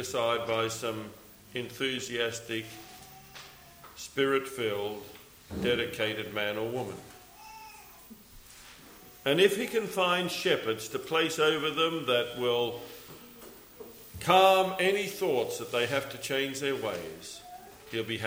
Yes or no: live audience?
yes